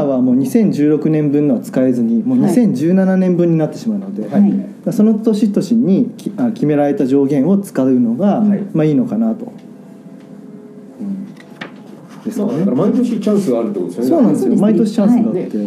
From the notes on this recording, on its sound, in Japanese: 出版記念トークイベント「税制優遇のおいしいいただき方」。2月25日に行われた出版記念トークイベント。